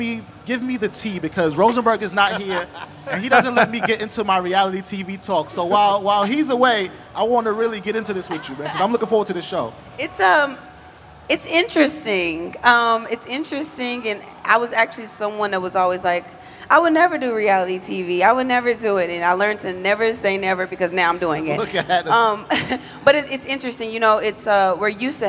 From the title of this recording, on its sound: Live at 'WrestleMania' Superstore